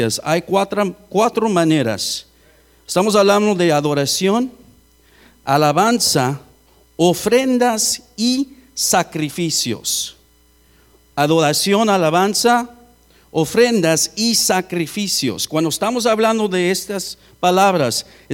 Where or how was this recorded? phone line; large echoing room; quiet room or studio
large echoing room